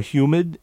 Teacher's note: In this area, that H disappears before the Y sound.